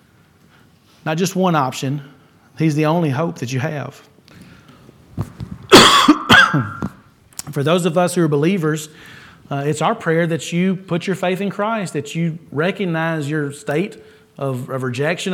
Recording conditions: large echoing room